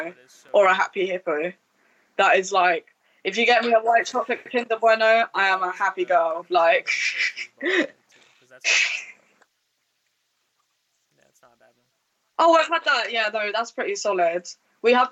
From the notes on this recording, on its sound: Sorry for the audio issues.